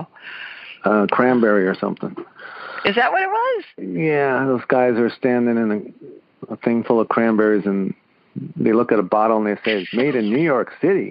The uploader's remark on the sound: His widow called. Then a man who was not feeling well called from NYC.